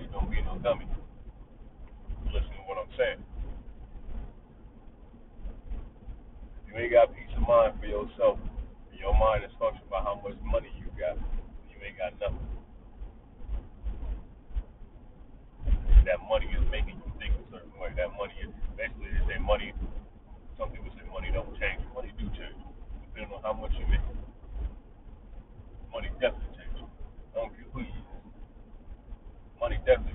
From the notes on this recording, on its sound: audio is ruff I recorded it in my car while driving